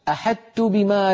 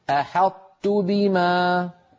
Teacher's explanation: كان العرب عندما تأتي طاء ساكنة بعدها تاء متحركة يدغمون الطاء في التاء · Shown in: second take